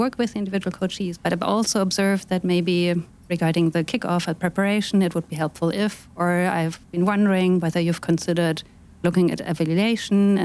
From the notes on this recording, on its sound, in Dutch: live vanuit het Van Der Valk in Hoofddorp, 23 November 2023.